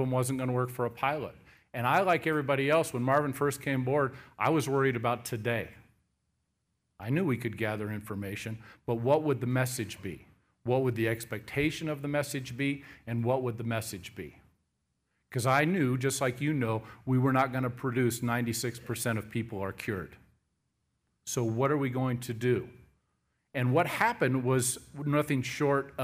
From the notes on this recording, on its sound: General Session 2 of the 40th NAATP Anniversary Conference of the National Association of Addiction Treatment Providers (NAATP) at the Interlocken Resort in Denver Colorado.